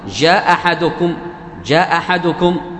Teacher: تسمع همزة واحدة، أي الثانية تختفي · Term: إسقاط الهمز